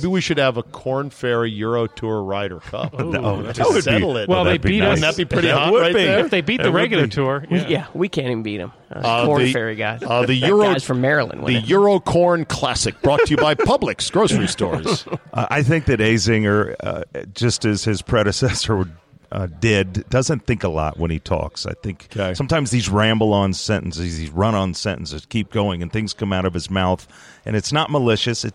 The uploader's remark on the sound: Taped live at GolfDom Golf in Tyson's Corner, VA.